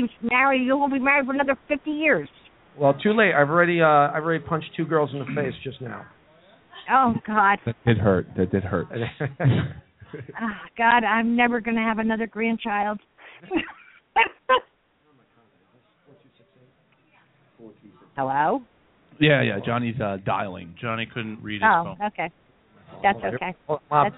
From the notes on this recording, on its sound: Live from the Oak Barrel in West Orange, NJ